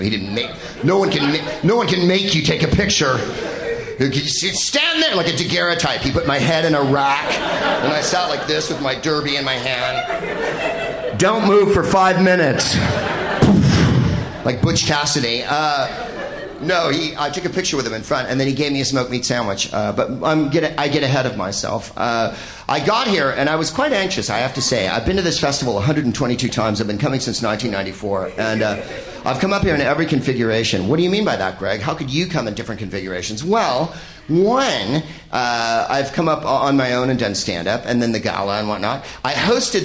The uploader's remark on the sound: Live from Montreal's Just for Laughs Festival